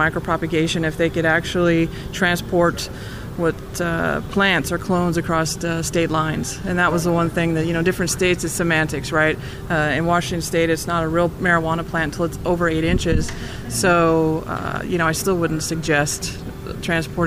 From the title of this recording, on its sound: Live From The 2019 USCC Expo